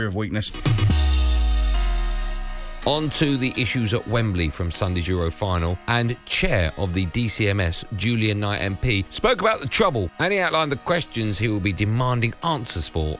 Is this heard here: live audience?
no